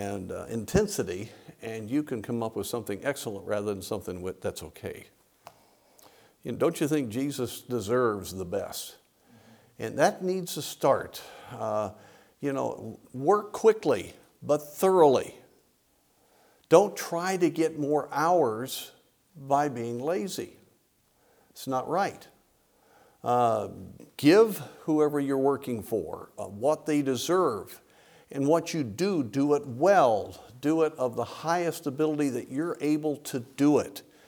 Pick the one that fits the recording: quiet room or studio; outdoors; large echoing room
large echoing room